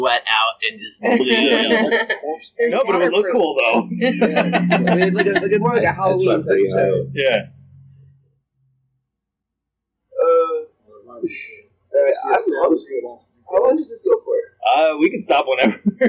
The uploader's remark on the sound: We visited the vaunted Noiseland Arcade yesterday.